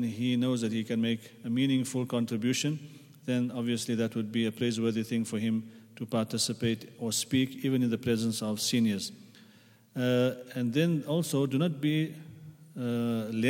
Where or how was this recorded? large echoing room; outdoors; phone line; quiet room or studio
large echoing room